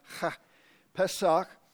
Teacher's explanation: It ends with a kind of a harsh guttural sound, ha, Pesach.